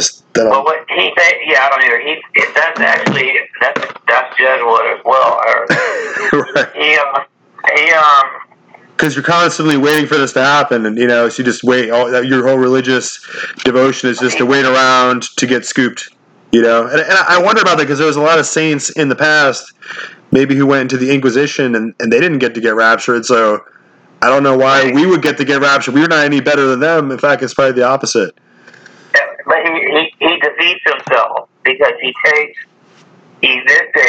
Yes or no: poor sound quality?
yes